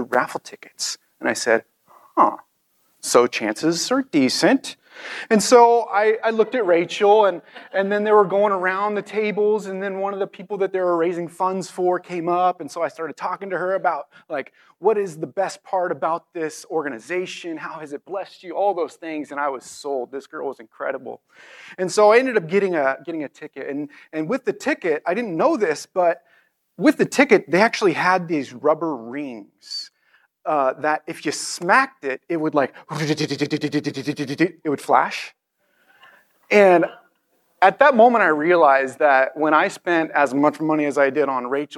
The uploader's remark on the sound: This message was recorded on April 23, 2023, at View Ridge Middle School in Ridgefield, Wa.